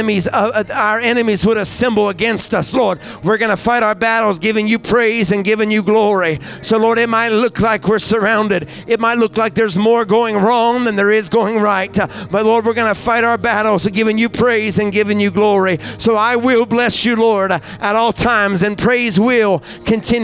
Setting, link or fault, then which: setting, large echoing room